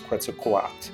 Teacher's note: with the TL at the end, the L becomes silent